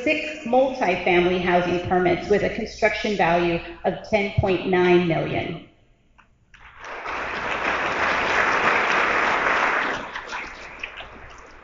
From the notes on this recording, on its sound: About 800 persons were in the audience.